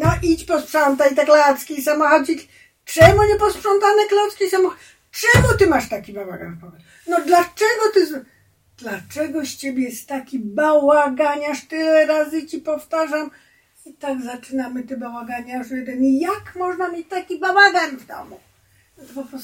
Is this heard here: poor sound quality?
yes